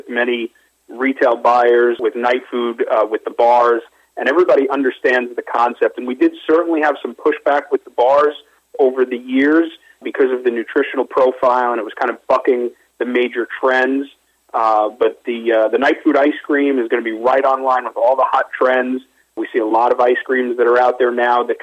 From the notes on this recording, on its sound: called in to SmallCapVoice.